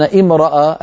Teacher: تنبيه حول حركة الراء من كلمة امرؤ: تتبع الراء حركة ما بعدها أي حركة الإعراب في هذه الكلمة فقط، ويبدأ بهمزتها مكسورة دائما، نحو امرأ سوء. لاحظوا بأن امرأ الهمزة مفتوحة فانفتحت الراء